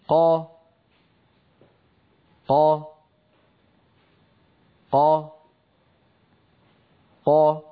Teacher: كيف أن الصوت ينحبس خلف مخرج القاف وهو أقصى اللسان مع الحنك اللحمي ثم ينطلق الصوت · Term: قاف مجهورة فصيحة